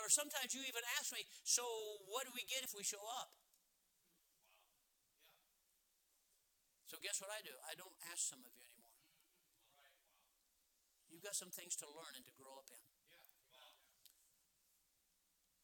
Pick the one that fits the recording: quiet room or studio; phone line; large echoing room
large echoing room